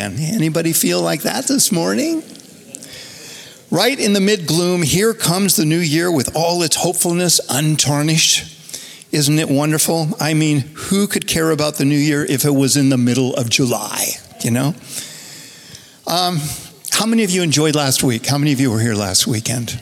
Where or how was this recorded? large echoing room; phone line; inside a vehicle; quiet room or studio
large echoing room